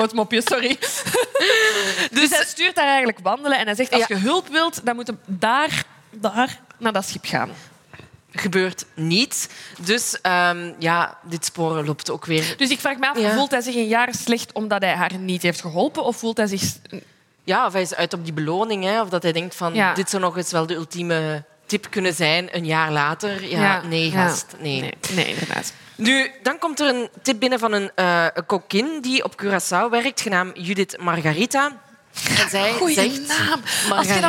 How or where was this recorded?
live audience